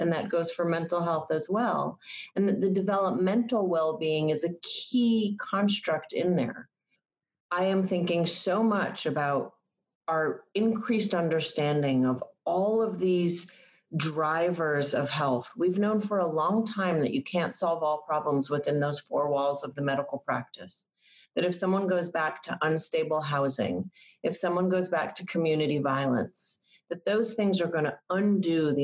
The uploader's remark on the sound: We’re recording this podcast today on a video call, so the sound quality may be different from what you’re used to hearing when we typically record this podcast in the studio.